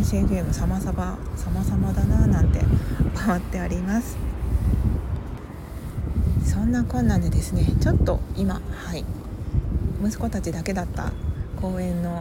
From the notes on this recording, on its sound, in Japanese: 外での収録により風の音などうるさいかもしれません